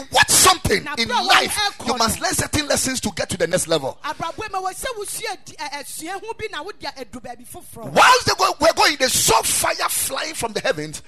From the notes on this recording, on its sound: Preached at Ekklesia Chapel